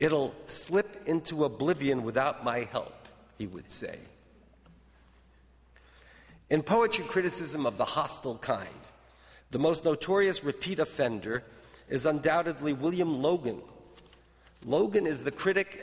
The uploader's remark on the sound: delivers the Virginia Beall Ball Lecture in Contemporary Poetry at Baylor's Armstrong Browning Library.